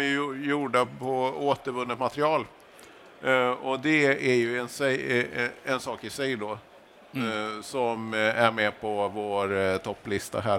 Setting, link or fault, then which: setting, busy venue